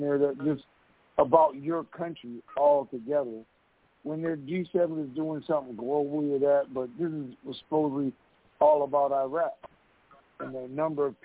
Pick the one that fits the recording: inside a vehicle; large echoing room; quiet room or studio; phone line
phone line